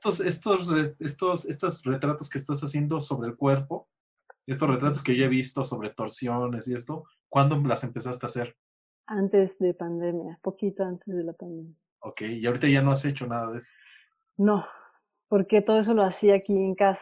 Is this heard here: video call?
yes